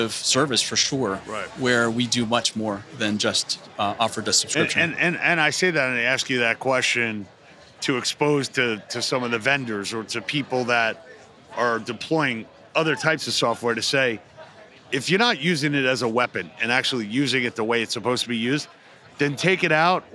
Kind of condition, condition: setting, busy venue